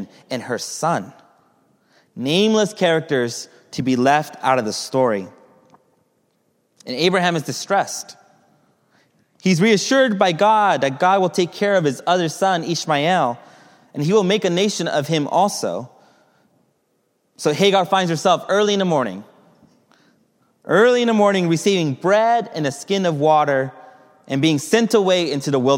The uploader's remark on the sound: Message delivered during the Contemporary Worship